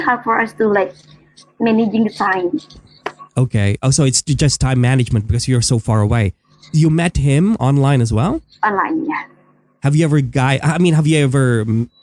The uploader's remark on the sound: Apologies for the static